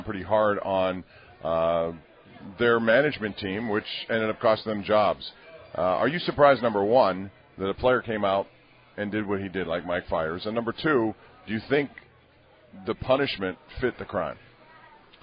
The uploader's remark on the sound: LIVE from PiratesFest Saturday morning at PNC Park